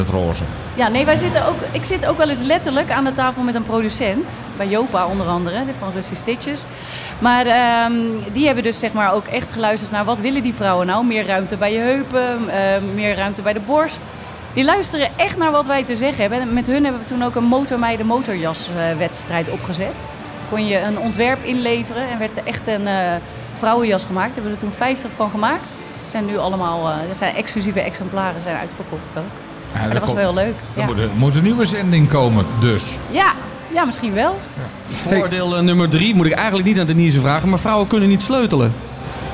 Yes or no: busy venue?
yes